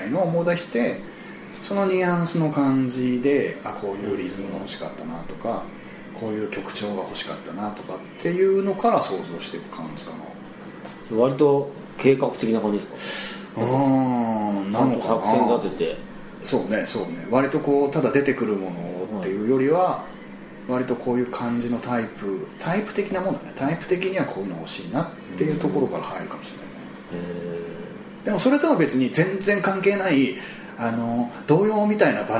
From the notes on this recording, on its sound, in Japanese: 今回も某カラオケ店にて収録